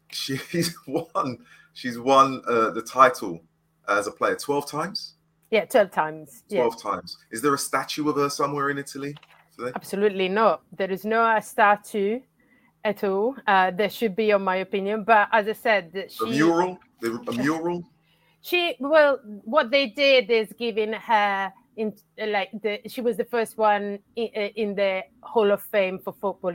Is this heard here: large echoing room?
no